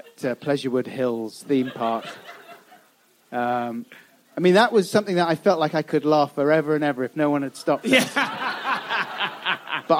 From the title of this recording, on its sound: Live at Soho Theatre